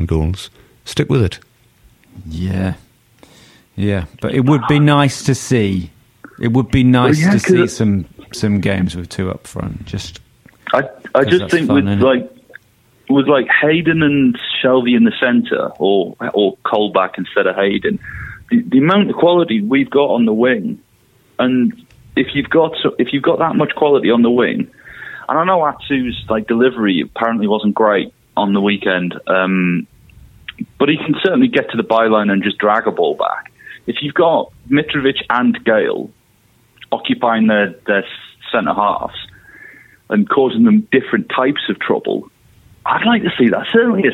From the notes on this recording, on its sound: on the phone